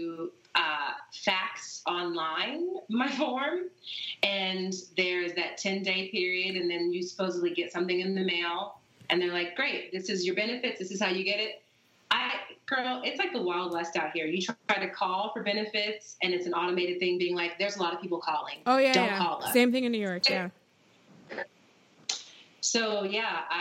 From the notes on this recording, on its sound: Currently trapped in San Francisco! Please excuse the wonky sound - we’re on Skype and it’s QUARANTIME!